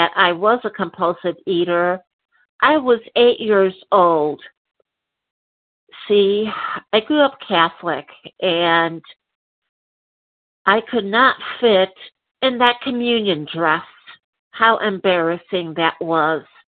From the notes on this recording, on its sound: 100 Pounders Phone Meeting, 2/11/23